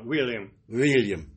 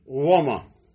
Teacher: Итак, никаких «те», никаких «е» вместо «я», никаких «в» или «у», а только «у» краткое, как Шекспир